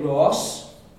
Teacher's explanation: it's not voiced in Irish, and that's why we say Ross. Instead of Rose, Ross, it's unvoiced.